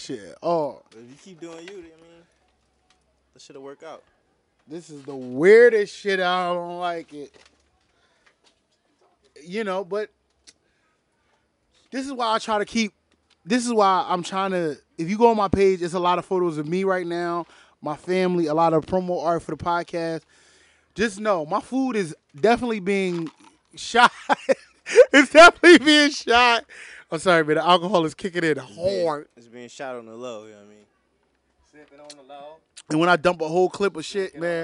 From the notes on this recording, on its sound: During a Philadelphia early summer night, three friends grab a table, a few chairs, and alcohol, to a backyard with some mics.